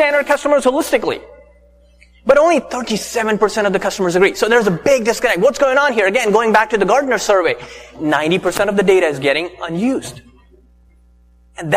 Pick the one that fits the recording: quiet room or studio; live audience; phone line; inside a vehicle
live audience